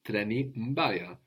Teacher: with a B, we will have the N, but it's going to be softened by the B to an M